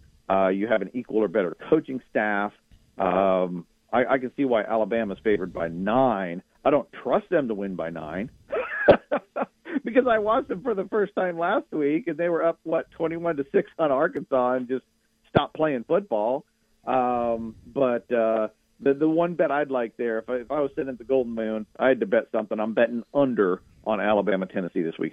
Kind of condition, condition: link, phone line